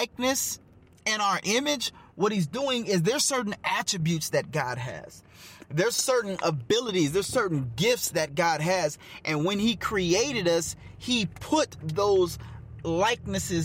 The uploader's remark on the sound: Get in the car with me and let's take a ride